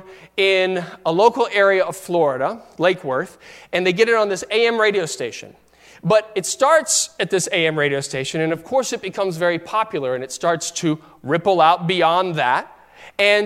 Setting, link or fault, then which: setting, large echoing room